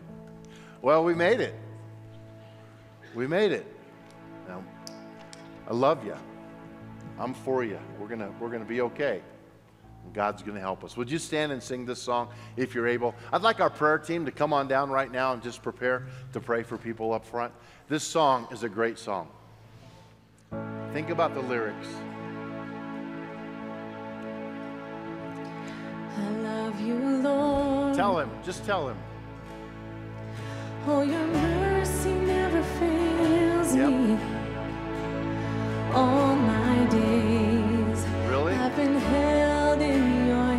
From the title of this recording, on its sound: at Timberline Church